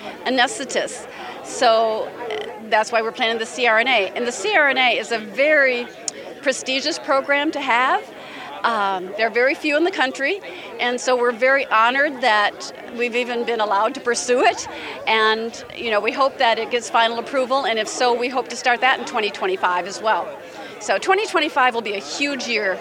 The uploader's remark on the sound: Braithwaite Building, home of the university’s School of Nursing. Shared their excitement with an audience of local dignitaries, students and representatives of East Texas healthcare providers.